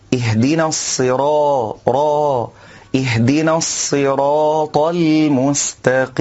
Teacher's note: كذلك من الأخطاء عدم تفخيم الراء من كلمة الصراط، فالبعض يقول الصراط الصراط، وهذا خطأ، والصواب أن يفخم الراء، اهدنا الصراط اهدنا الصراط المستقيم.